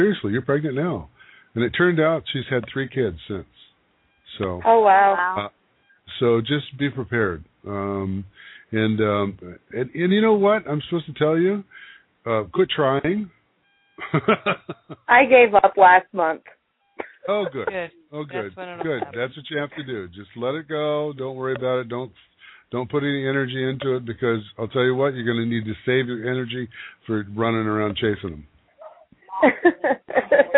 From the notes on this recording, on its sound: Pre-recorded show - no live calls tonight. With the permission of all participants from Pahrump, NV, we are sharing their emotional TeleCircle. This was a private event where all 6 women were friends or relatives. A TeleCiircle is an event where 6 people call into our conference line and have readings up to 10 minutes each.